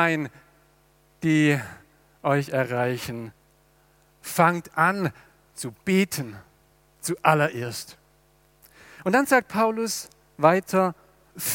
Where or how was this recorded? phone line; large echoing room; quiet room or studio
large echoing room